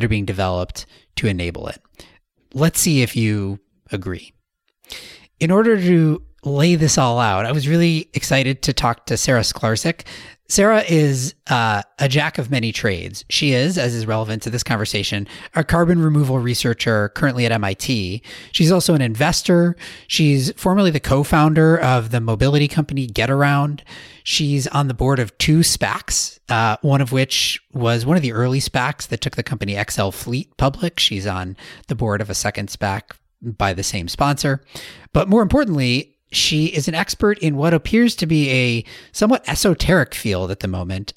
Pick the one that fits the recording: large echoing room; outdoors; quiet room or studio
quiet room or studio